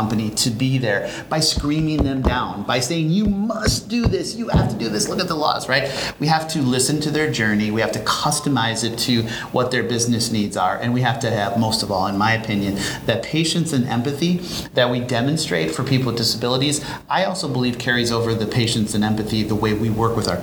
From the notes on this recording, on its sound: live at ANTEC® 2022